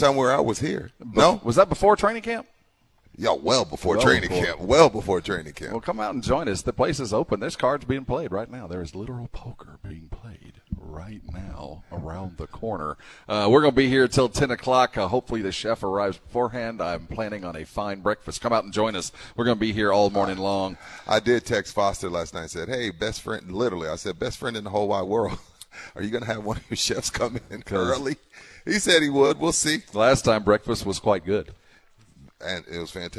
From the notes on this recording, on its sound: LIVE AT SA CARD HOUSE